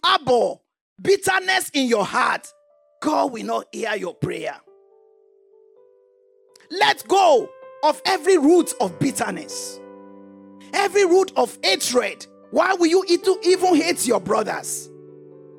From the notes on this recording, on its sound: This teaching was extracted from our Live Church Service in Townsville